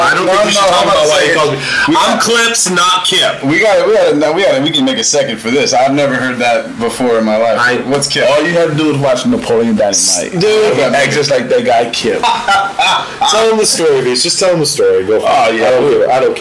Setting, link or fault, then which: fault, poor sound quality